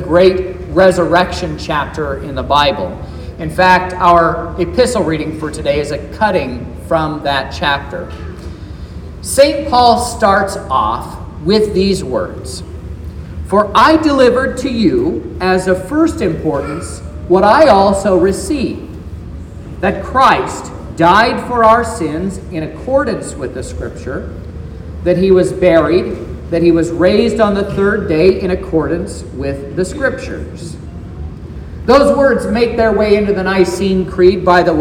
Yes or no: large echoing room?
yes